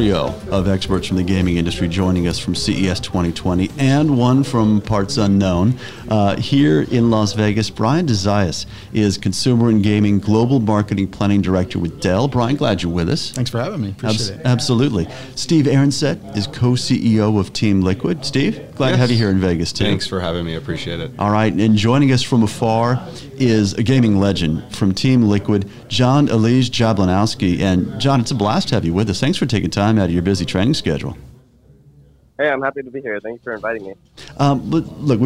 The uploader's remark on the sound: This week’s episode was recorded live at CES 2020.